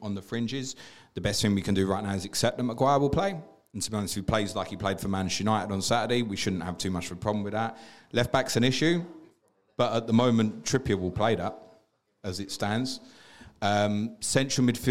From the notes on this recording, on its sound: Planet FPL Live 4! Audience Q'N'A. Following Sunday night's live show much of the audience stayed behind for a Q'N'A.